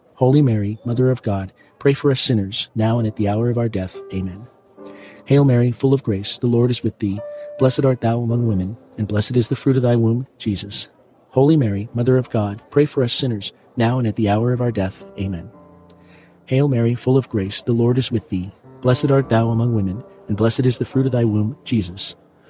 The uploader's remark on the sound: PIANO BAR. Elegant sounds of fine-dining and live piano jazz serve as a refined background along side the rosary.